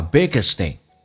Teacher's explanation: biggest 的 t 跟 in 有连音，叫 biggestin， t 变成 d